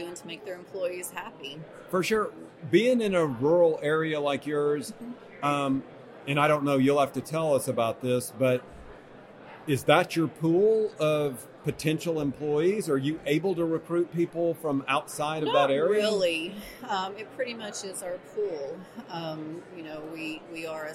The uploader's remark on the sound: Live From Orlando. At the Medical Practice Excellence: Financial and Operations Conference in Orlando.